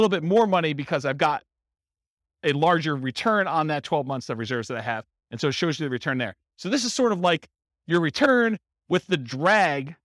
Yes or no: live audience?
yes